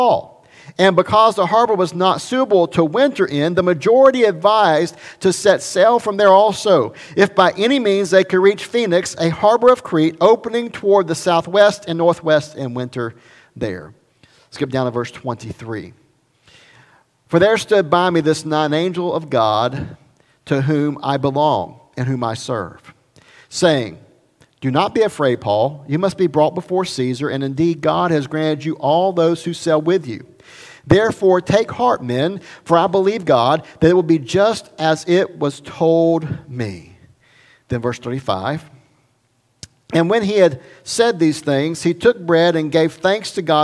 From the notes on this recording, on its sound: Recorded at Highland Baptist Church Molino, FL.